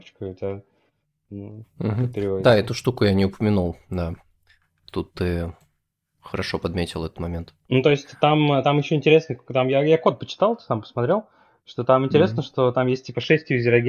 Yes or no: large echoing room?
no